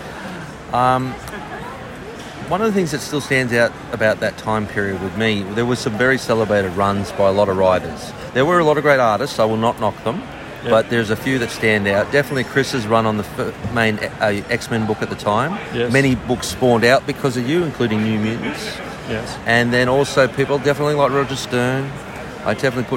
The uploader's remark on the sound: Live from Terrificon in New York